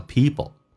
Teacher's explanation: P 跟 L 有时候速度很快，会趋向于发 B 跟 L